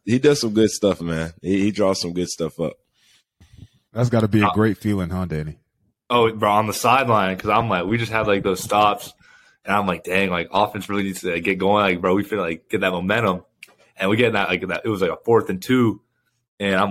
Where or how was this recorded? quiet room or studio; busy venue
quiet room or studio